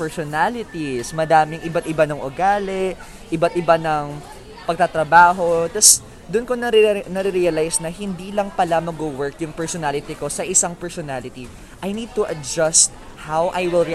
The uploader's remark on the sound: We recorded this episode while we are having lunch in Mcdonald's!